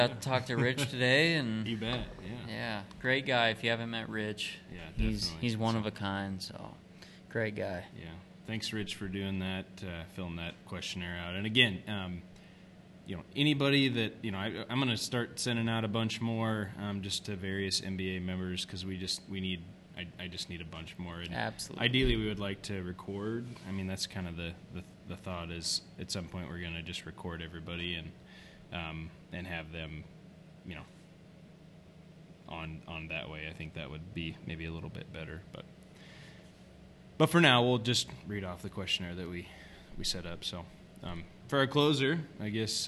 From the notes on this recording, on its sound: Live at the Jamboree 2019